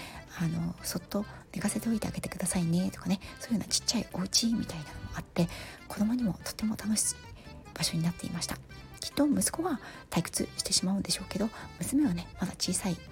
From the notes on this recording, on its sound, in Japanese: 旅先から³₃風音注意。火曜日から、静岡に遊びに来ました。出先からヒソヒソ収録してます。